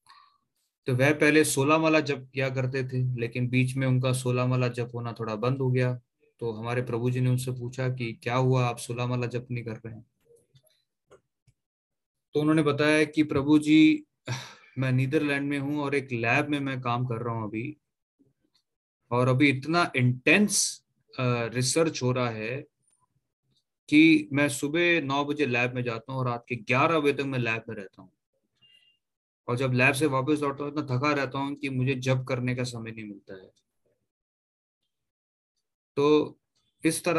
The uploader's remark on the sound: Zoom recorded class